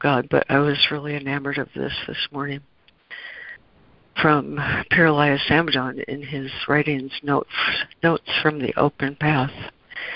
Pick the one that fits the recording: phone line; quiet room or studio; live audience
phone line